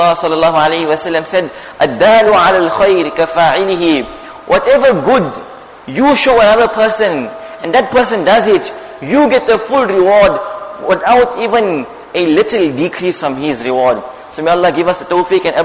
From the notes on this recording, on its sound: Jumuah Lecture